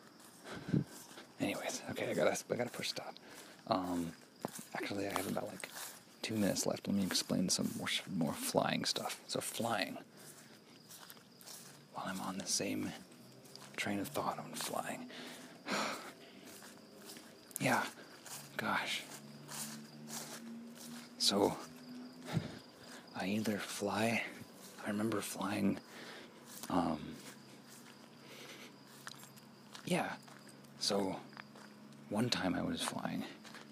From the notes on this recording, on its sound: Using the method/format of recording a “memory” WHILE I’m exploring. Recording while walking method makes it interesting I think, and automatically adds a bit of Foley to the episode without post editing!